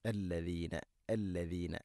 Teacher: ഉച്ചരിക്കുമ്പോൾ നാവിൻ്റെ അറ്റം മുൻപല്ലുകളുടെ ഇരുനിരകൾക്കിടയിലൂടെ അല്പം പുറത്തോട്ട് വരണം